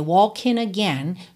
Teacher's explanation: ele juntou walking e again pelo N, walking again, já que o G final não é pronunciado.